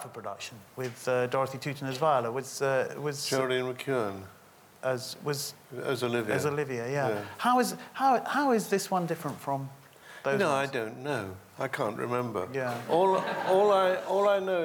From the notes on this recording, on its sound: This interview is a recording of a live Platform event in the Cottesloe Theatre from January 2011